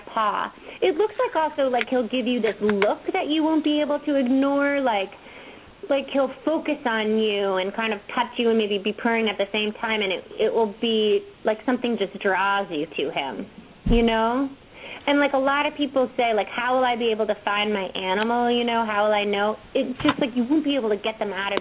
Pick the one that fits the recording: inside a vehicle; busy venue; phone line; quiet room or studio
phone line